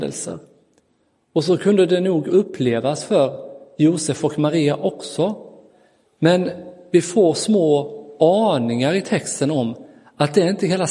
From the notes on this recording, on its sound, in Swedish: Inspelad i Roseniuskyrkan den 25 december 2022.